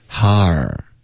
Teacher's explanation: 它不是一个双元音滑动，它只是一个啊哈，然后再滑到一个儿音